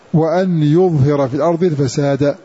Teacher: وأما من قرأه بترك الهمزة هذه وأن فيقرأه نافع وأبو عمرو بحذف الهمزة وفتح الواو